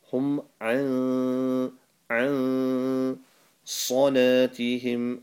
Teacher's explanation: Ain from your throat, and there's an ikhfa there. So we hide the noon, and we make a light nasal sound.